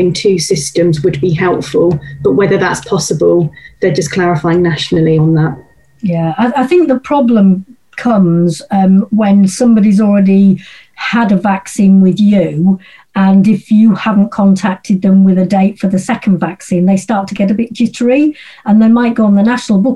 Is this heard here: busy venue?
no